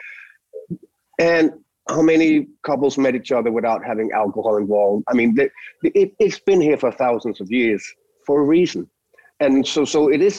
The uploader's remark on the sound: jumps on a Zoom call